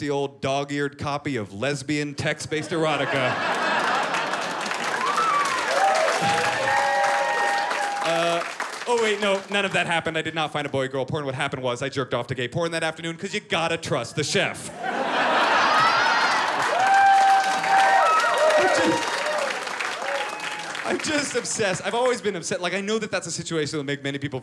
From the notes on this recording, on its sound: filmed at The North Door in Austin, Texas